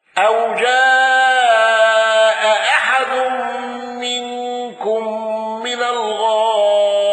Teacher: قالون بقصر المنفصل وإسقاط الهمز الأولى مع القصر والتوسط